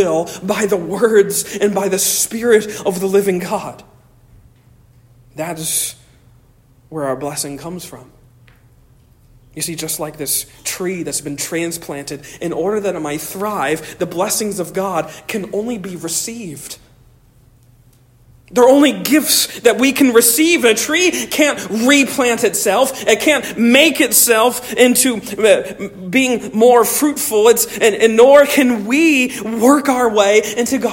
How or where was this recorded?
large echoing room